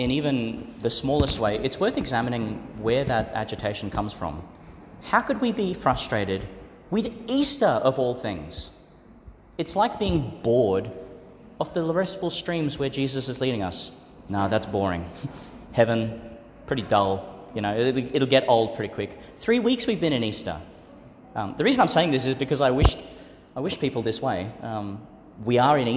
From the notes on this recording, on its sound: Homily for the Fourth Sunday in Eastertide, delivered in St Peter Chanel Catholic Church, Tannum Sands, Qld.